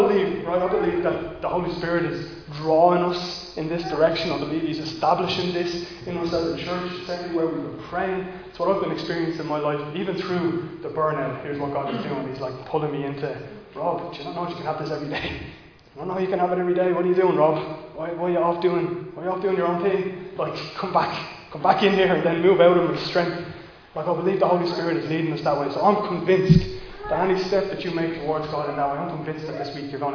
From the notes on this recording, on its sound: Recorded live in Liberty Church on 10 April 2022